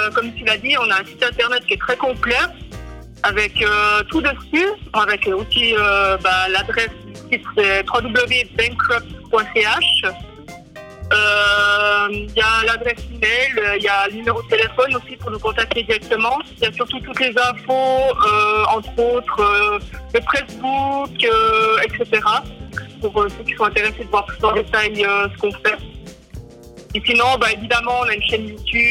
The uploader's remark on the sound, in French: Interview (par téléphone). La technique ne nous remercie pas et le studio est resté dans son jus !